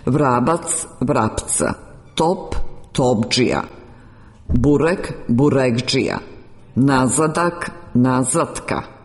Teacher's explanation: Drugi suglasnik od dva u neposrednom dodiru svojom artikulacijom utiče na prvi, pa se ovo jednačenje u fonetici naziva regresivna asimilacija suglasnika po zvučnosti.